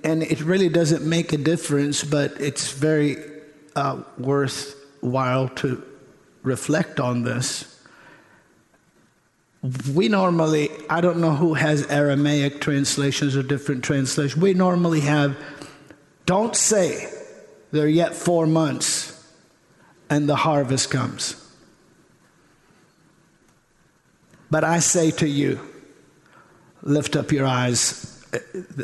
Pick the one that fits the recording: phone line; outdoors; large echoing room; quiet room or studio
large echoing room